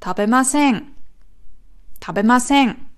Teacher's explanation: die Betonung ist nicht auf dem n, nicht auf dem ma, sondern auf dem se